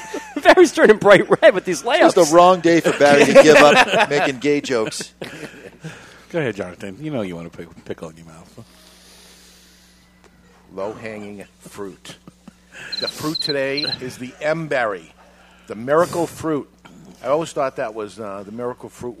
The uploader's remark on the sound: Live from Two Guys Smoke Shop; The Cigar Authority.